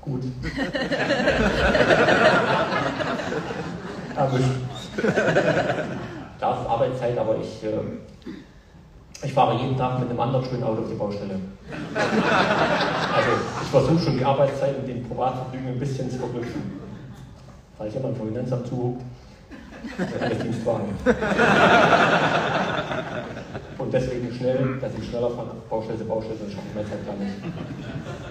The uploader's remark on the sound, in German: Sein authentischer Vortrag am Wochenende. Leider ging das Mikrofon nicht und die Soundqualität ist relativ schlecht und ihr hört meine wunderbare Lache immer wieder haha...